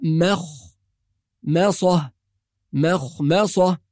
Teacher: والصواب أن الميم مرققة والخاء مفخمة، يبقى لازم أول شيء نحافظ على ترقيق الميم وبعدين نفخم الخاء، نرجع تاني نرقق الميم ثم نفخم الصاد فنقول مخمصة، هكذا مخمصة وليست مخمصة، مخمصة لا، ولا مخ مخ برضو خطأ، إنما مخ مصة، مخ مصة بهذه الطريقة.